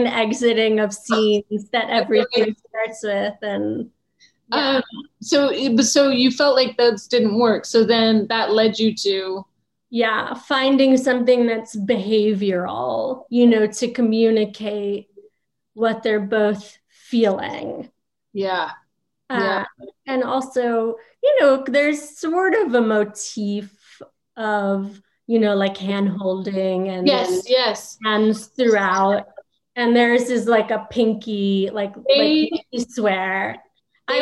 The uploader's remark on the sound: virtual Q&A